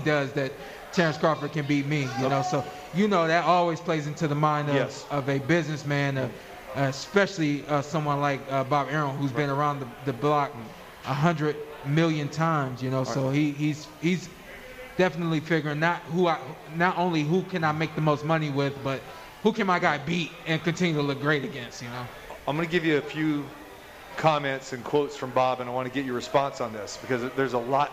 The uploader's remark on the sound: Live From The Cosmopolitan